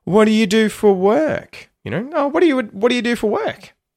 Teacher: You'll hear how it pops up at the end there to a sort of higher pitch.